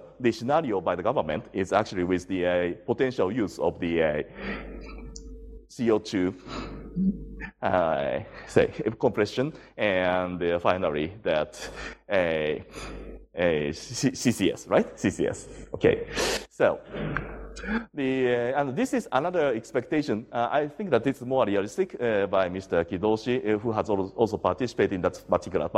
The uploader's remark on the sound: IFE Distinguished Visitor Lecture, recorded 17 August 2017 at QUT